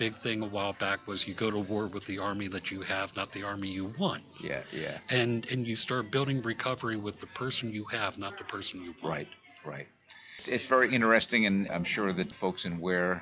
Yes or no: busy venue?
yes